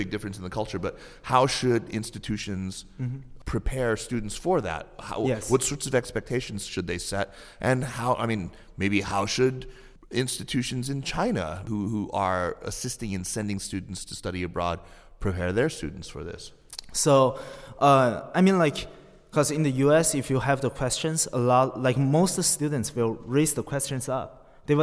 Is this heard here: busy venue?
yes